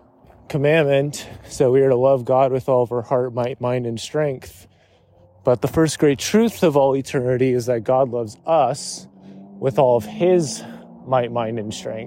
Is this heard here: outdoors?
yes